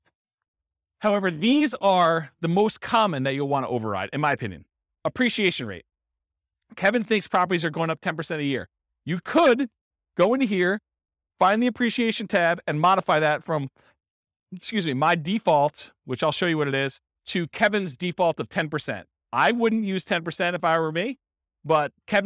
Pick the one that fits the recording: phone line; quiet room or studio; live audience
live audience